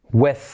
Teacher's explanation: la W no es gu, sino U